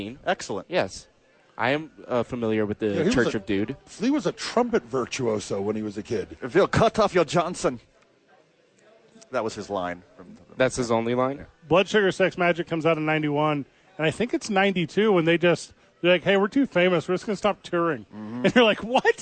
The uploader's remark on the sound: Live from Howies!